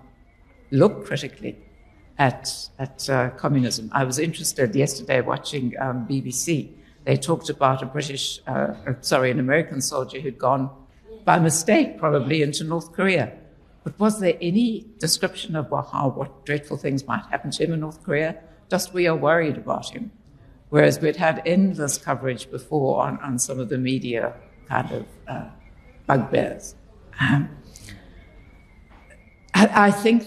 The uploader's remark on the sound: This is a recording of the inaugural book launch hosted at Exclusive Books in Cape Town on 19 July 2023.